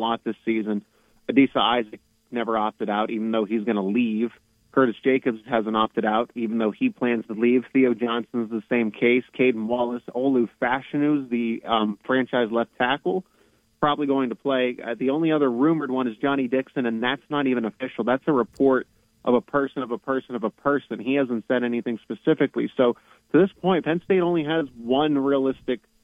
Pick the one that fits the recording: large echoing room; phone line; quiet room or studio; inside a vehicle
phone line